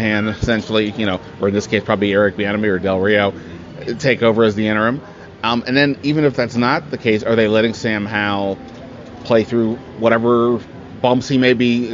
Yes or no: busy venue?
yes